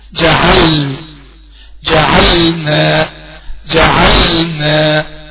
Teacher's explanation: انا لازم اعطي البينية بتاعت اللام وقف عليها ساكنة وادينها البينية بتاعتها وبعدين اقوم نطق النون عشان ما تدخلش اللام في النون معايا. · يبقى انا وقفت على اللام ساكنة وديت لها الصفة بتاعتها اللي هي صفة البينية او التوسط وبعدين قمت قايل النون